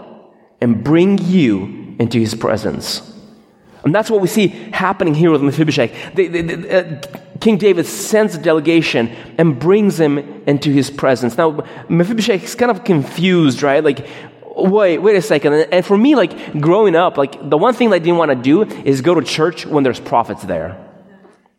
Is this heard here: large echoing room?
yes